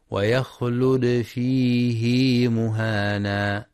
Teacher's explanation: ويستثنى لحفص كلمة واحدة وهي فيه من قوله تعالى: ويخلد فيه مهانا، حيث إن حفصا وصلها بياء الصلة بمقدار حركتين